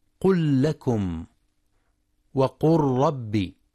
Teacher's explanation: وعلة الإدغام التماثل مع اللام والتقارب مع الراء